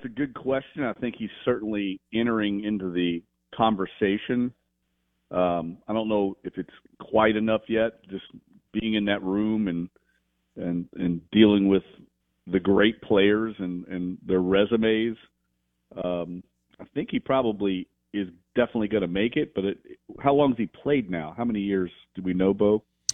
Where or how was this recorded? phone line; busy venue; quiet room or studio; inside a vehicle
phone line